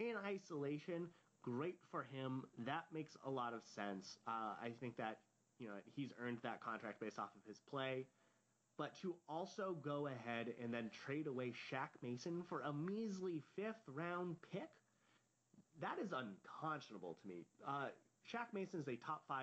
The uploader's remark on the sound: Audio is quieter on this podcast, as a heads up!